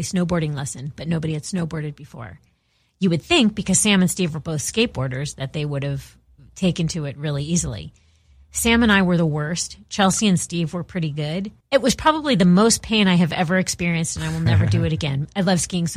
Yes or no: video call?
no